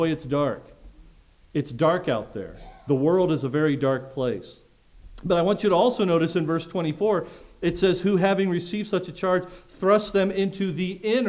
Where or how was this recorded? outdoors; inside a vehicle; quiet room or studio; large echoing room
large echoing room